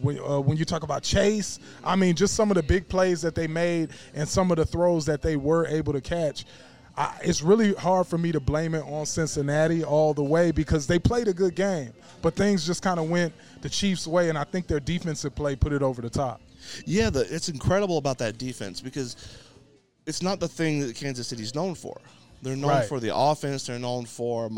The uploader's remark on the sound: ON LOCATION AT BROOMELLI BOYS PIZZERIA!